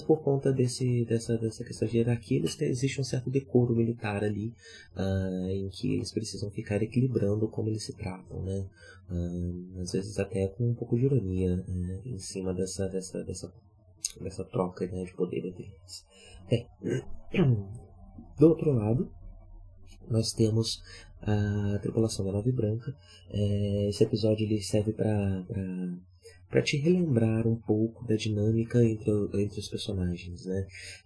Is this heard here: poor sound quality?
yes